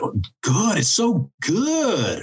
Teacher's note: we use a kind of a fourth tone in English. So if you want to say that something's really good, you'll say, oh, good, it's so good, right?